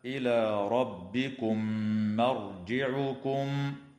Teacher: وتدغم الميم الساكنة في الميم مع الغنة